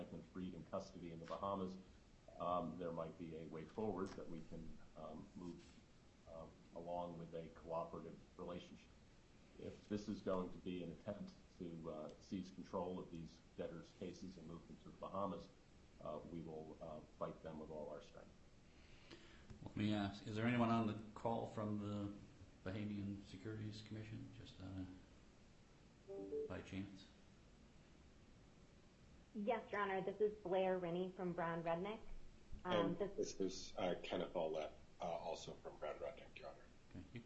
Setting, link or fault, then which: setting, large echoing room